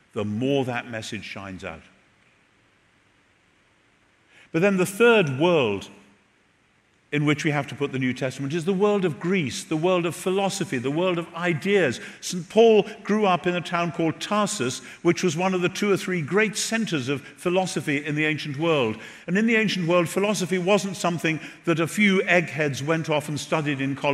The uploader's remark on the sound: Recorded at The Rock Church, San Diego